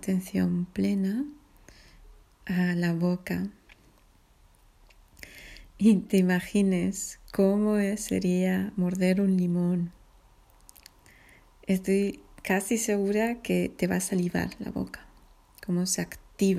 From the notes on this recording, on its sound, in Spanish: Con sonido de olas de fondo.